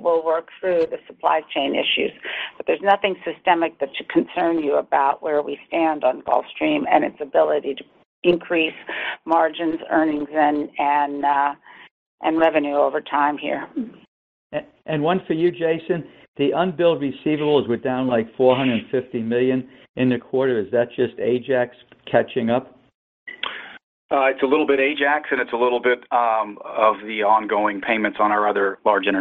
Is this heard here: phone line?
yes